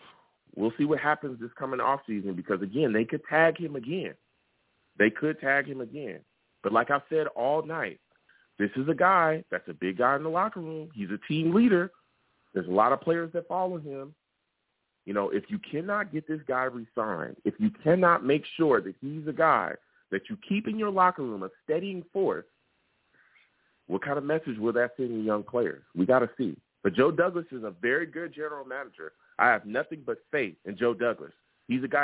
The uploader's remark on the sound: I take live callers!